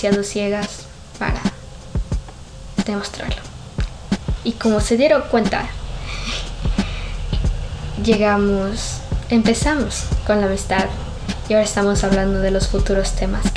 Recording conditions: background noise